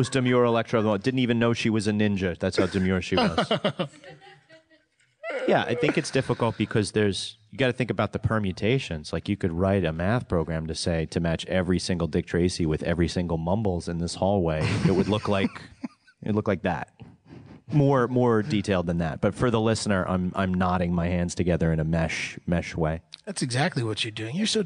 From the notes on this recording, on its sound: LIVE from Los Angeles at Stan Lee's Comikaze 2015